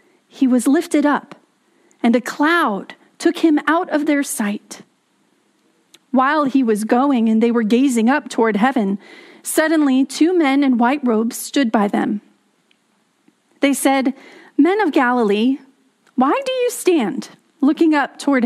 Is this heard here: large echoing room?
yes